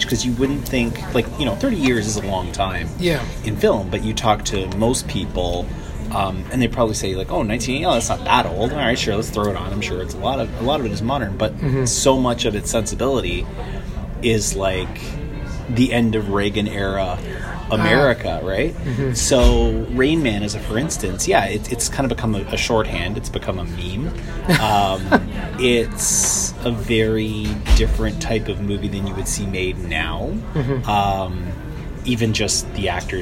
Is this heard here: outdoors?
yes